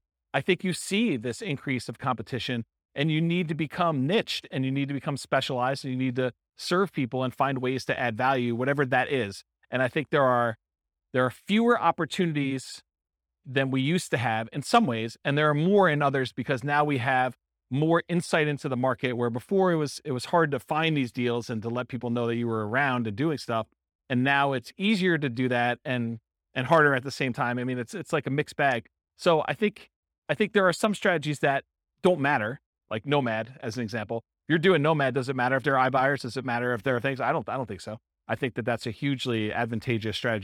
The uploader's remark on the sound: Real estate entrepreneurs in Hollywood, Florida. This was a live class recorded. The live in-person version.